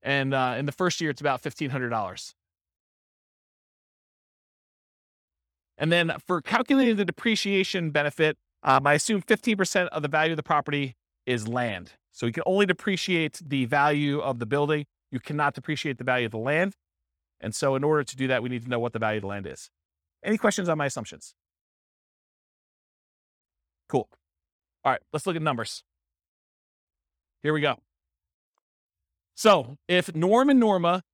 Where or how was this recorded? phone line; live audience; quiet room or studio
live audience